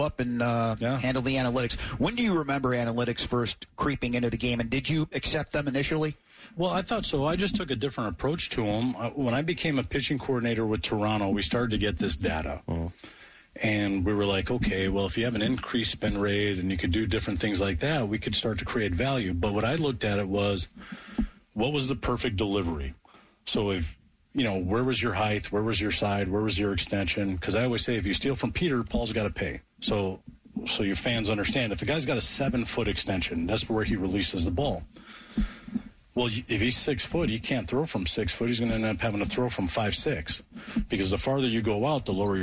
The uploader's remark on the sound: live from Atlanta Braves Spring Training